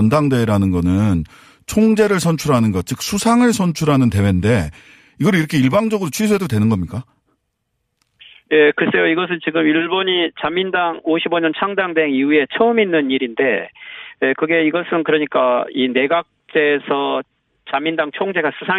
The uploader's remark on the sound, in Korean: 전화연결